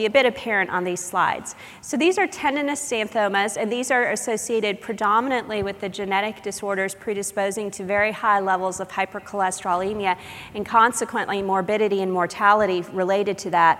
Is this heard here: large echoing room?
yes